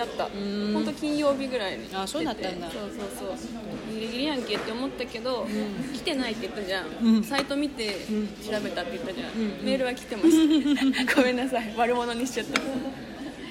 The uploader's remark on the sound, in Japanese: 今回はカフェで収録したため終始ガヤガヤとうるさいです。ごめんなさい！